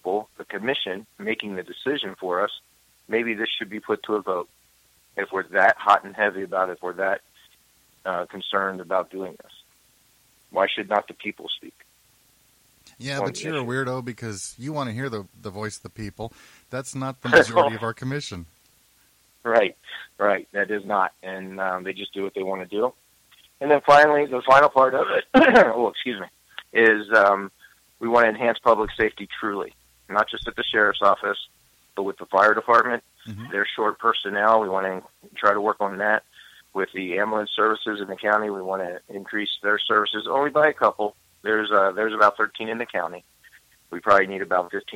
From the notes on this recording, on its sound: Candidate for Dona Ana County Commission District 5 called in to the show.